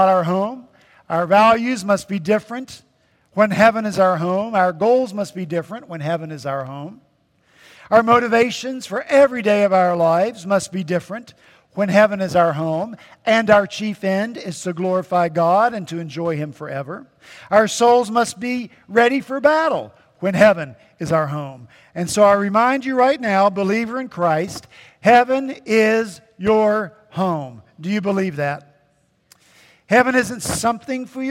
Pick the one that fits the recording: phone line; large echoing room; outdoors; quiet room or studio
large echoing room